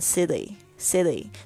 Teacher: 它是介于 T 跟 D 之间的浊化的这个现象